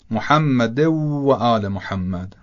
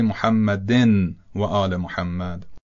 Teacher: شبیه به همون ادغام نون در لام، اینجا نون در واو ادغام میشه · Shown in: first take